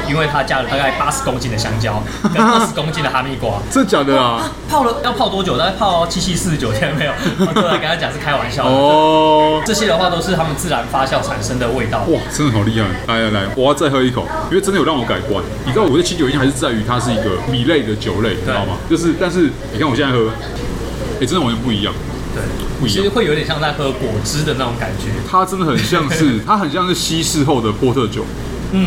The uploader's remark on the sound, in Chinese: 本集白噪音指數：暴風級 5/5。儘管在某個初春的週末夜裡，【SAKEMARU Bar】內高朋滿座，熱鬧歡樂之際又極度充實了本集背景的白噪音。錄音地點： SAKEMARU Bar - 瑞安店。